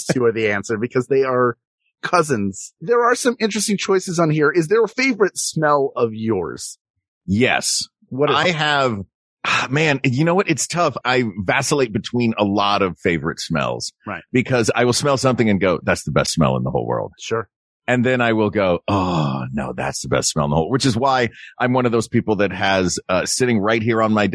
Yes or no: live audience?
no